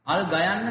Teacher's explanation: අල් ගයන්න කියලා බලුවොත් ඇතුලේ පොඩි රැවදීමක්, එහෙම නැත්නම් නින්නාදයක් වෙනවා අල් ගයන්න කියද්දි.